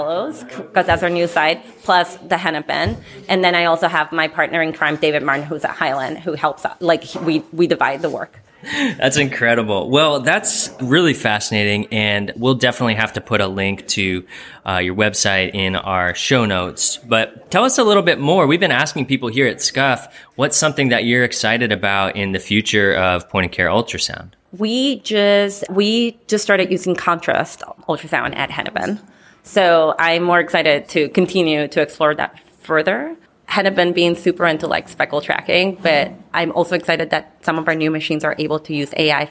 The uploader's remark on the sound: The GEL crew traveled to Portland, Maine to do some on-the-street reporting at the annual conference for the Society of Clinical Ultrasound Fellowships (SCUF). What evolved was a series of incredible mini-interviews.